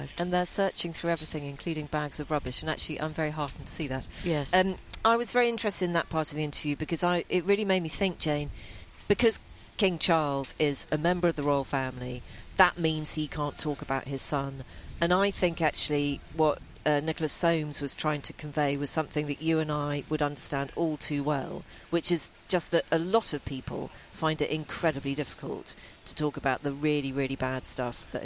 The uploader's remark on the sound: Come to you live from a balcony overlooking Westminster Abbey where the new king will soon be crowned…